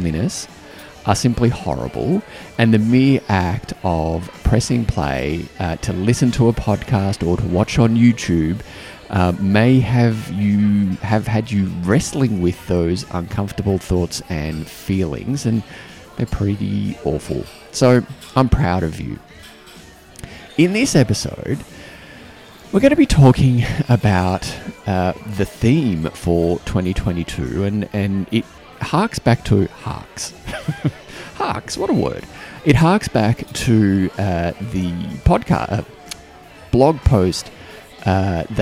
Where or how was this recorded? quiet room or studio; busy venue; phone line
busy venue